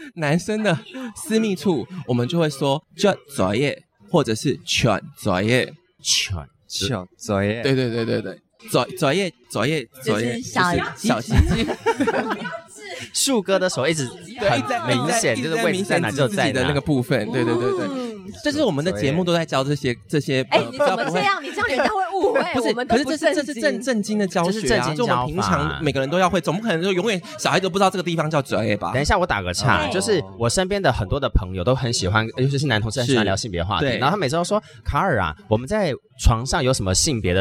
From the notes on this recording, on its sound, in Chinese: 首次參加 客聲獎 ！既然都來到現場就不能錯過訪問入圍者的好機會！本集節目來到頒獎典禮現場，要把典禮現場最直接的氛圍帶給大家！外場收音器材協力：韁河媒體。